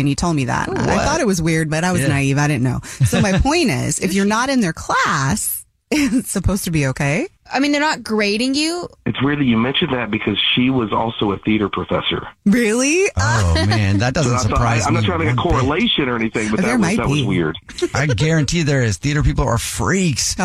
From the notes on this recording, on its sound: We have a listener on the phone